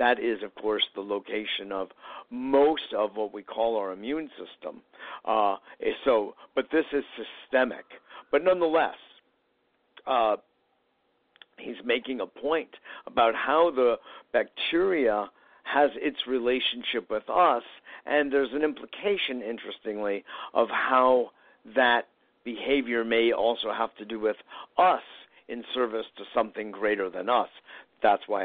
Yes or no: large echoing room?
no